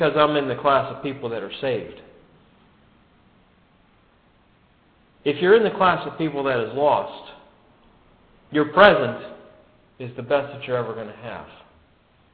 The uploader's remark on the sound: This podcast is a good news message given at the Brookfield Gospel Hall in Brookfield, CT in 2005.